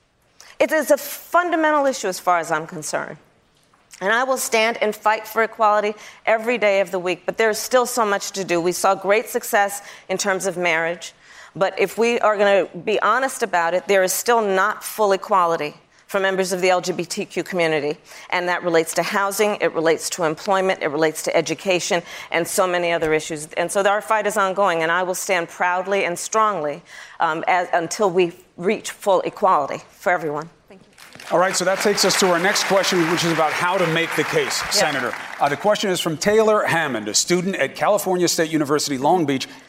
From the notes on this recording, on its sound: Live town hall. At The Novo in Los Angeles.